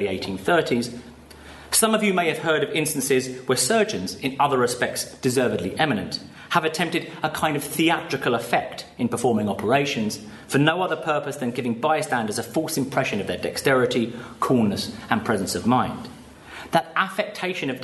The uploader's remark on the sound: Paper given at the symposium